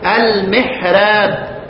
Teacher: الراء ما فيهاش اماله عنده